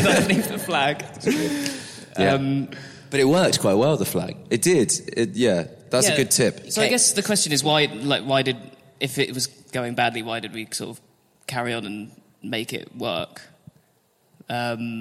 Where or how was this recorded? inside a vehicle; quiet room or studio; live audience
live audience